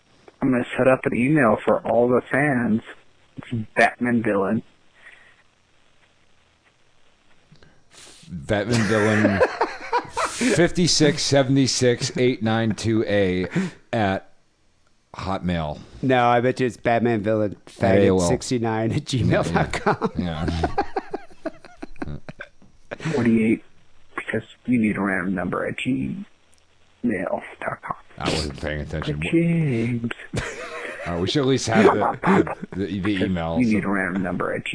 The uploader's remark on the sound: Phone calls.